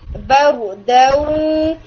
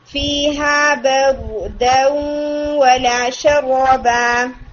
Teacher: یعنی جو دال کی فتحہ ہے وہ ایک حرکہ مکمل کر کے ہم اس کو واو کے ساتھ ملائیں گے